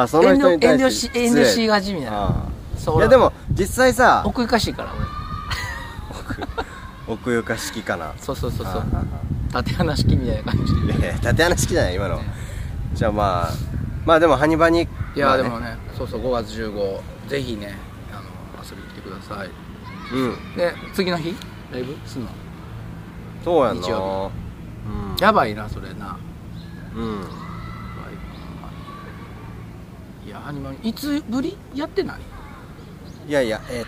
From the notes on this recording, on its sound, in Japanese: お外で収録してみました！